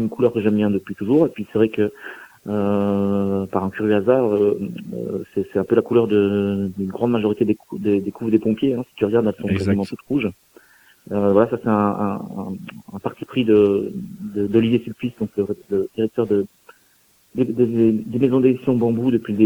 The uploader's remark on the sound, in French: reçoit par téléphone